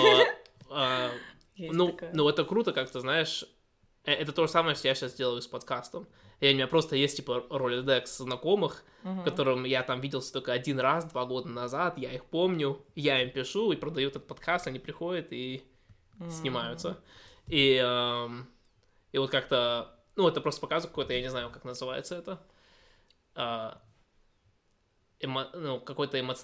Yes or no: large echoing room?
no